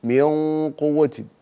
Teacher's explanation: فخم الغنة من قوة لأنها حرف تفخيم وتكون طبعا أقل من القاف المفتوحة لأنها مضمومة والقاف المضمومة تفخيمها أقل من المفتوحة وبالتالي غنة المفتوحة أقوى من المضمومة.